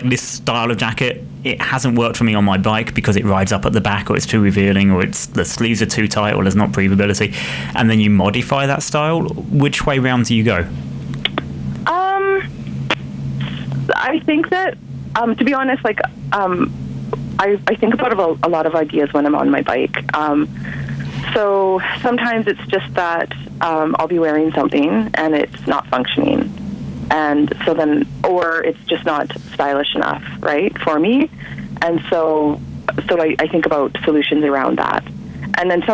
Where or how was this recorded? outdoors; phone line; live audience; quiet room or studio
phone line